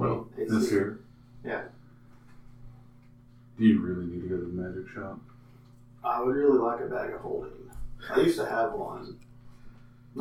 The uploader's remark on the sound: Sorry for the crappy audio this week, we tried a new mic setup that didn't work out.